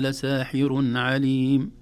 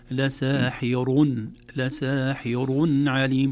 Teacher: حفص وجمهور القراء لساحر، لساحر عليم بتفخيم الراء وليس بترقيقها · Shown in: second take